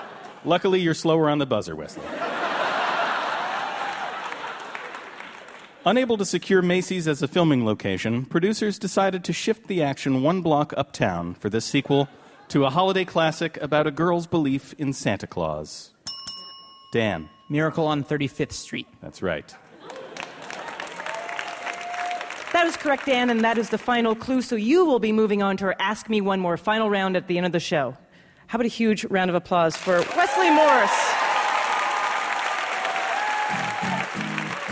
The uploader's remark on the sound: For our first-ever show on the road, we chose a city near and dear to our hearts: Boston. Taped live at the Wilbur Theatre.